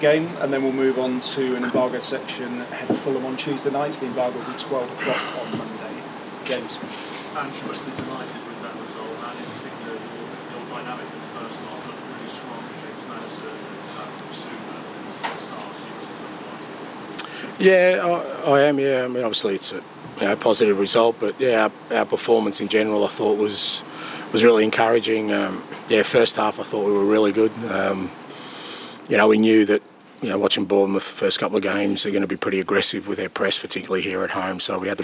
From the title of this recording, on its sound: PRESS CONFERENCE